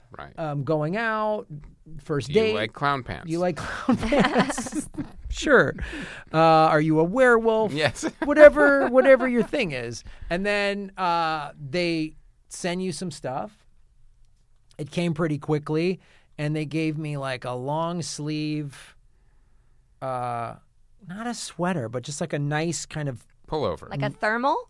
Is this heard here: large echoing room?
no